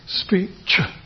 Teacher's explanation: I should have just said speech, but because I was making a recording for a lecture, I emphasised the CH, which led to a bit of aspiration. So it gives me an excuse to mark it, so we can actually see that there's a rather little bit of a breath at the end, which wouldn't normally be there.